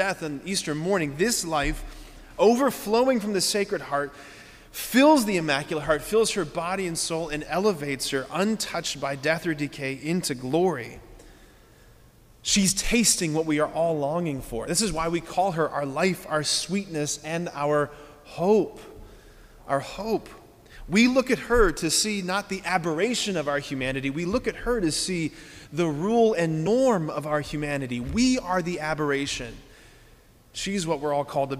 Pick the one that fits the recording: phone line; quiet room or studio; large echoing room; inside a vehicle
large echoing room